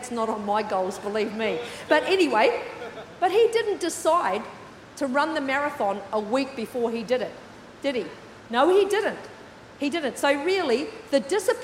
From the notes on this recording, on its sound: With services streamed live at 9am AEST. Recorded during our 9am service on Sunday, the 28th of January 2024.